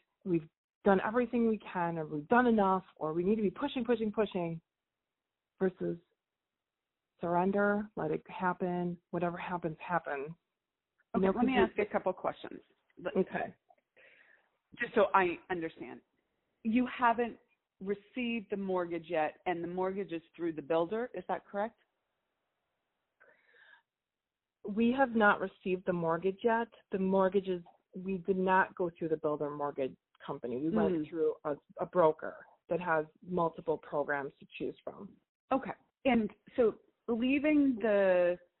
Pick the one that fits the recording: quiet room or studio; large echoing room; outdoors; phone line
phone line